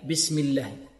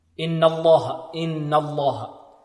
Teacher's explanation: ترقق. وفخم اللام من اسم الله عن فتح أو ضم كعبد الله · Shown in: second take